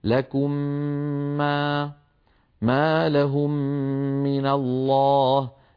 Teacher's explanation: تدغم الميم الساكنة إذا أتى بعدها حرف واحد وهو الميم مع تطويل الغنة أكمل ما تكون، نحو لكم ما، ما لهم من الله. · Term: الإدغام